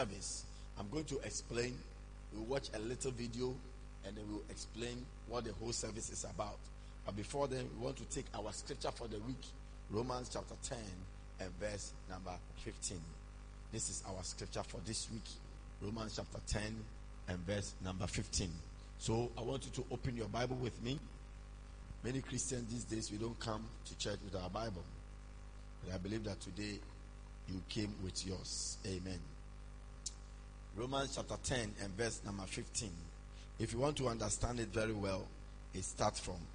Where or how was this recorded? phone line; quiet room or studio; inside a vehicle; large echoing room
large echoing room